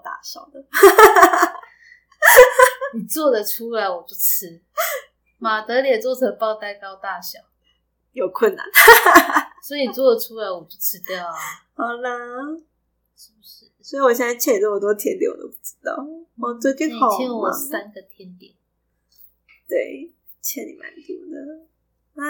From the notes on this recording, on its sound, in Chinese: 這集有較多雜音